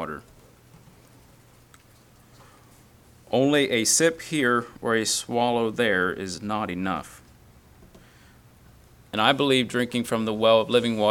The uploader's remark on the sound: Message preached at Word of Hope on Sunday July 30, 2023